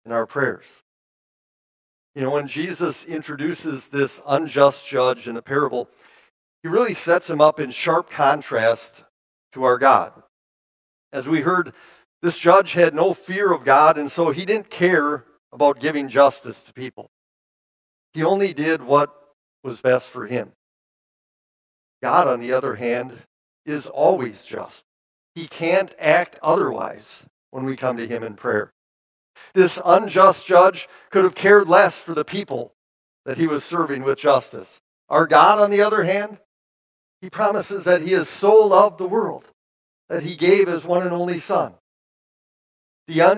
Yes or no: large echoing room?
yes